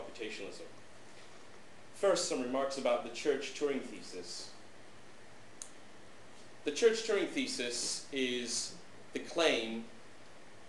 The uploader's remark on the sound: This lecture, given at the University of Skövde on October 19th, 2006